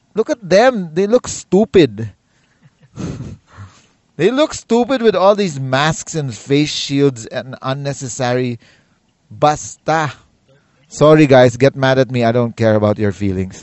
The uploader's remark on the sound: This was recorded in the car on the way and back.